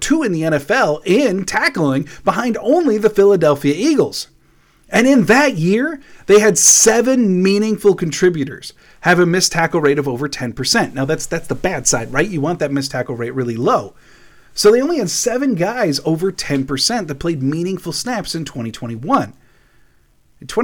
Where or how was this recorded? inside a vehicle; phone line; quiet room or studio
quiet room or studio